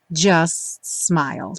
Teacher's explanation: Também junta os dois S porque o T do just acaba não aparecendo